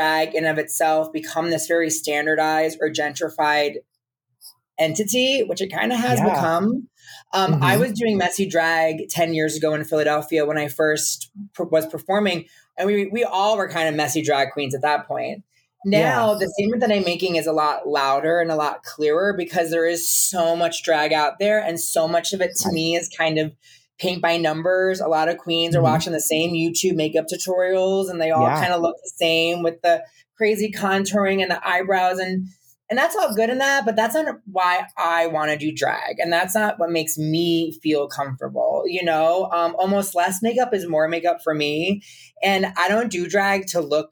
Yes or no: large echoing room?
no